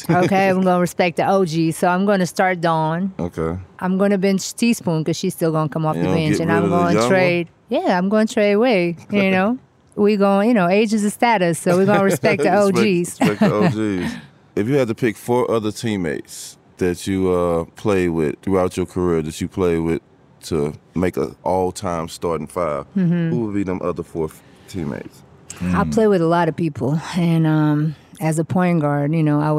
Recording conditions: busy venue